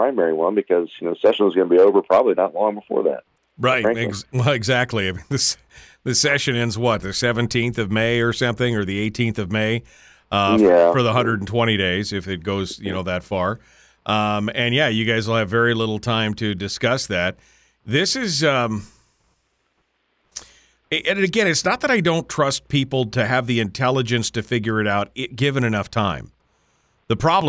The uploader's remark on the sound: We'll discuss the vagaries and pitfalls of this marathon of elections with phone calls and commentary.